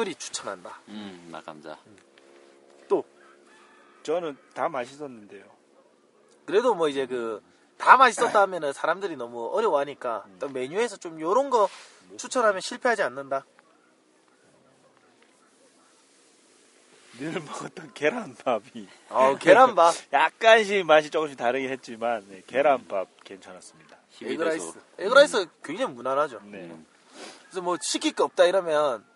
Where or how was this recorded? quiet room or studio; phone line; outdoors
outdoors